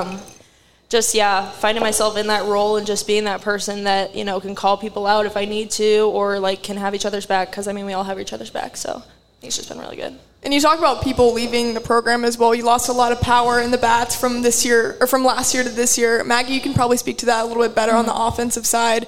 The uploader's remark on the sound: Live Show Edition. Hosted another live show at Hail Varsity Club.